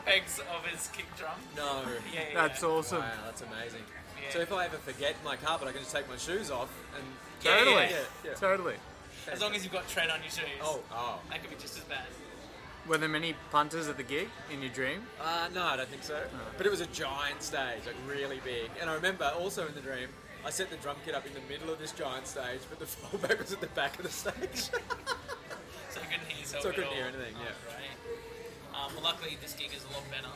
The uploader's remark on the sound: Recorded live on Australia Day 2020 at the Beerwah Hotel, QLD.